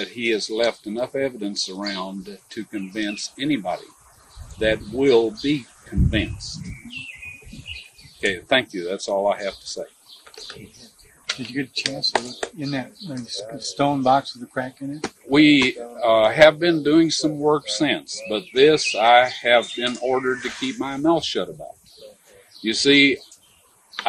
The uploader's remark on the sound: taped this session at the Garden Tomb of Jesus in 1991